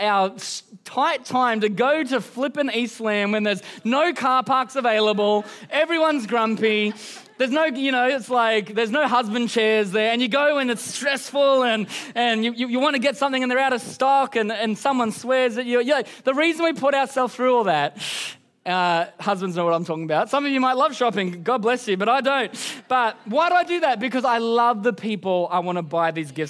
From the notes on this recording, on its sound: Recorded during our Melbourne East service on Sunday, the 10th of December 2023